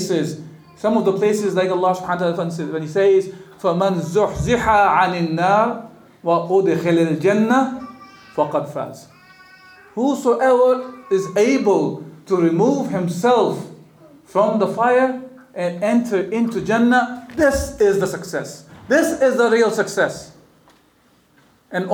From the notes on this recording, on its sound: the speaker addresses a lively audience of graduates